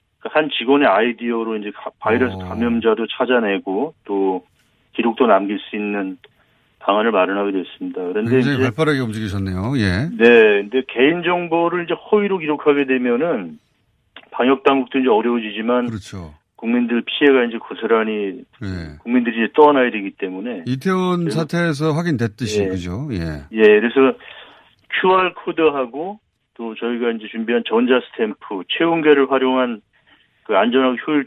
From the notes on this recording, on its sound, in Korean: 전화연결